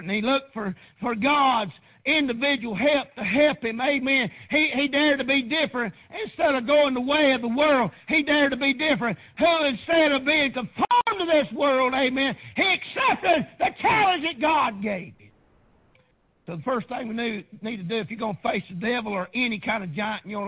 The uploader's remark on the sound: PREACHED AT PRAYER BAPTIST CHURCH.